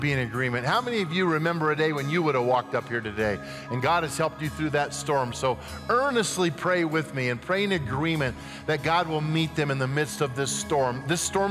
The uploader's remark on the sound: at Timberline Church